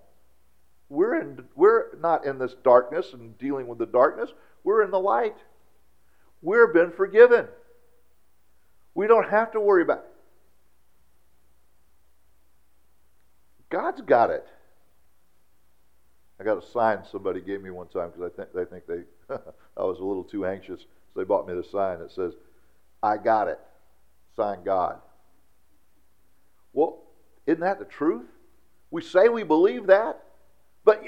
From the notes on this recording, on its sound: during our traditional church service on Sunday, August 27th, 2017 at Sonshine Baptist Church